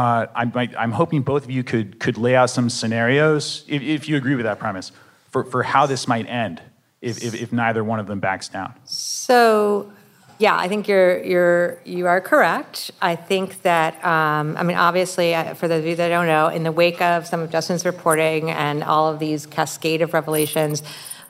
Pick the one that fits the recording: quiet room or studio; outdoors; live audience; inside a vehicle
live audience